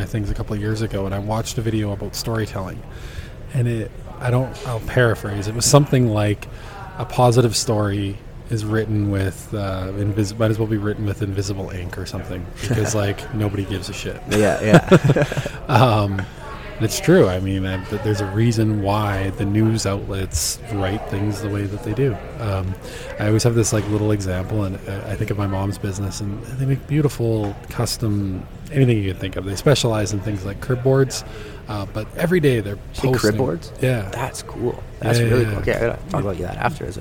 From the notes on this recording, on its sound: for coffee at the Glenmore Landing Good Earth Coffee House in Calgary